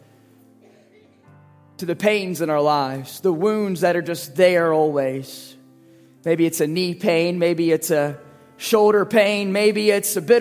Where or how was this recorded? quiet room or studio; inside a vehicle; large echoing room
large echoing room